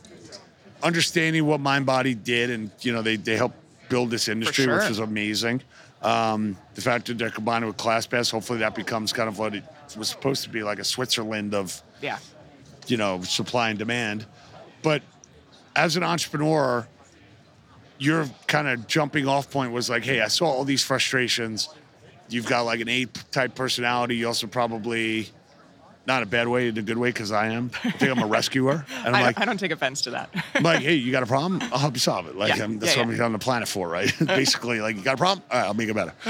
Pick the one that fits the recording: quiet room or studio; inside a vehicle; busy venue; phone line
busy venue